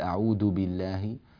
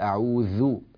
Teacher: وانتبه إلى حرف الذال في الاستعاذة، لا تقول أعود بالله أعوذ، وإنما تقول أعوذ، إخراج اللسان يا بني · Shown in: second take